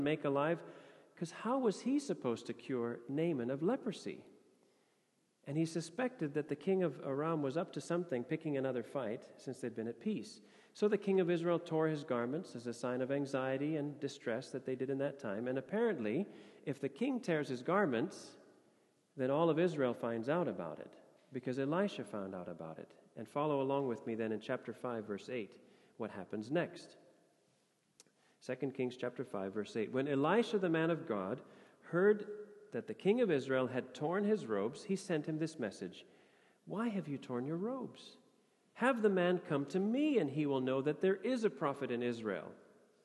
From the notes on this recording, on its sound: Sermon audio from FIBC Copenhagen